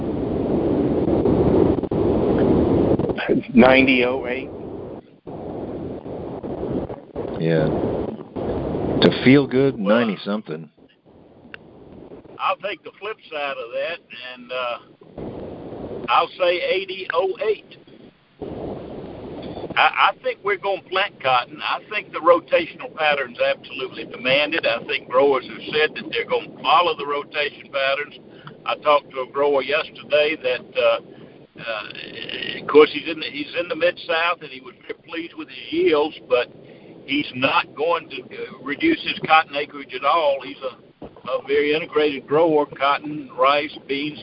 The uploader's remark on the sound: Monthly Cotton Conference Call.